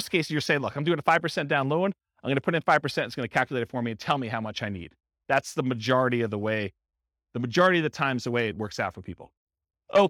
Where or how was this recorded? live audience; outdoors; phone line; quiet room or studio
live audience